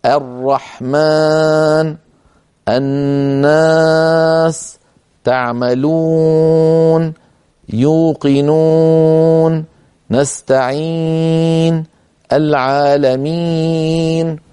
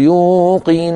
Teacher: خلط صوتها أي حروف المد الثلاثة بشيء من صوت الغنة